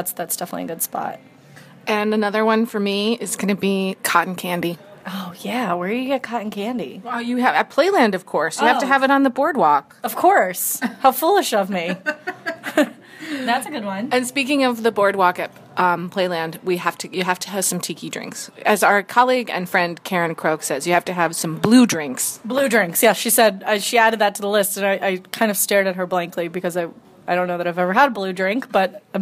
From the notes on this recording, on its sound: Recorded at Babe's in Haverstraw